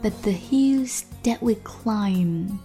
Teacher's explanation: But 跟 the 爆破音后面跟着摩擦音所以 t 失去爆破